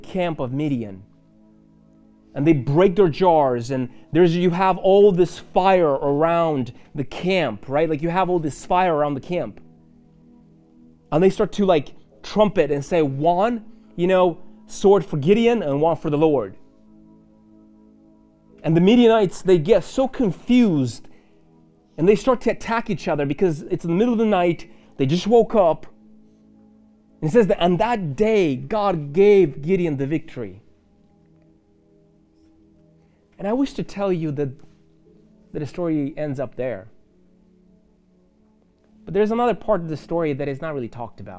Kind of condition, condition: setting, large echoing room